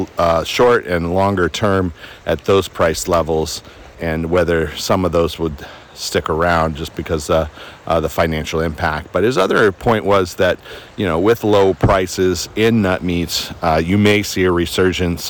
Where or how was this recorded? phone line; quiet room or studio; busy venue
busy venue